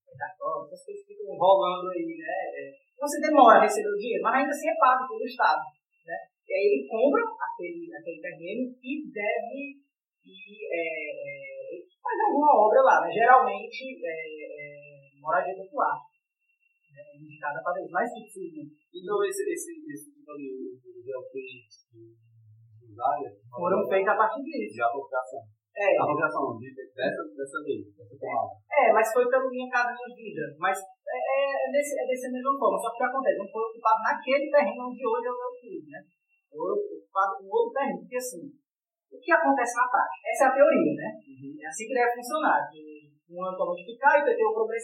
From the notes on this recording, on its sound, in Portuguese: O áudio está um pouco ruim, devido a tentativa de remover os vários ruídos presentes.